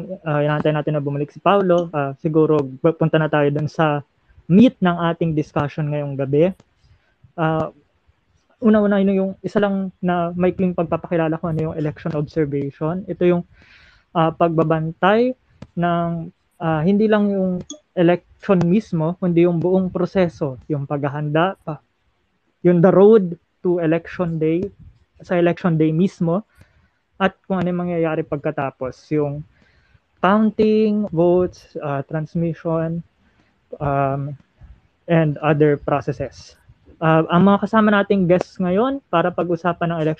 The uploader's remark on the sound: a live conversation we did over Twitter Spaces